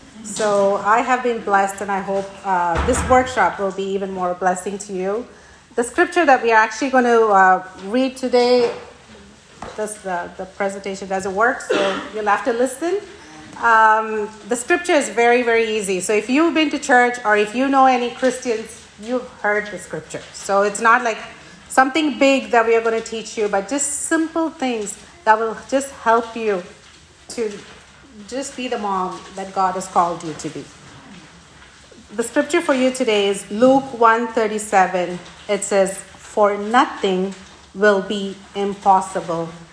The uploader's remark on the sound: Today’s Episode is a Workshop from Heart Conference Ottawa 2023.